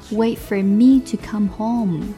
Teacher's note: waitfor，wait，爆破音结尾摩擦音开头，所以呢会失去爆破